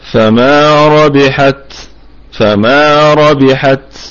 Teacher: والميم في الدرجة الخامسة من درجات الغنة لأنها متحركة، فما فما ربحت، الراء مفخمة في البدء والوصل، وبقية الكلمة مرققة، والباء قلقلة نسبية لأنها متحركة، والتاء وقفا فيها الهمس لأنها ساكنة.